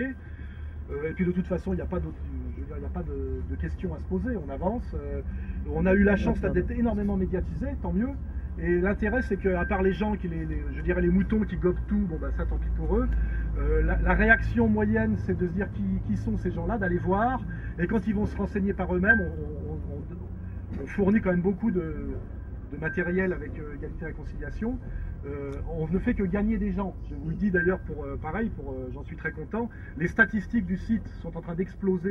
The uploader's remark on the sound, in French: En plein air. À Vence.